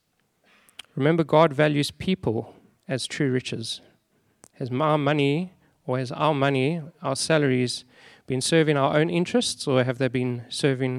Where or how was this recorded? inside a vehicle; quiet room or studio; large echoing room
large echoing room